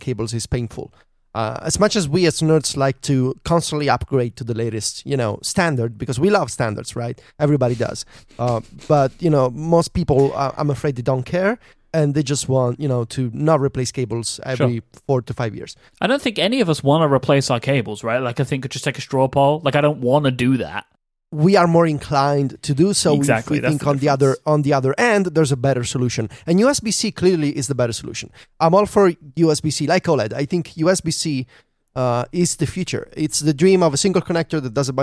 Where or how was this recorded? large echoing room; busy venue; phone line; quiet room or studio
quiet room or studio